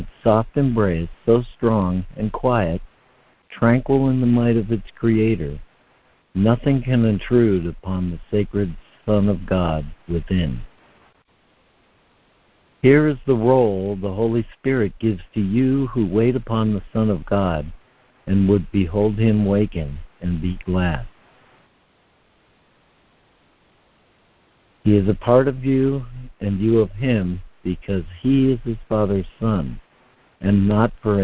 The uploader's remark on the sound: ACIM Daily Conference Call